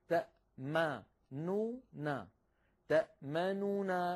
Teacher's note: ثلاثة أحرف كلها فيها غنة من الأنف وهي متحركة. لو كان فيها ساكن يعني كان السكون يلطف الأمر، فهذا الثقل بسبب توالي ثلاثة أحرف مغنونة متحركة جعل العرب يميلون إلى التسكين للتخفيف أو تغيير الحرف الأوسط من حيث الحركة للتخفيف من هذا الثقل.